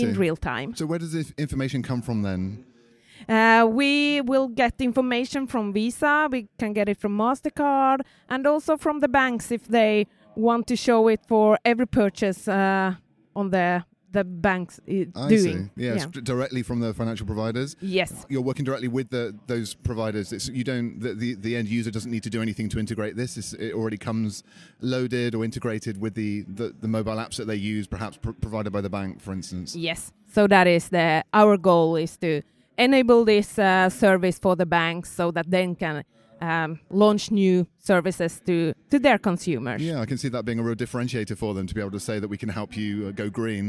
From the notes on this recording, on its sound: Slush 2019, Helsinki, Finland. At the Slush 2019 tech conference in Helsinki, Finland.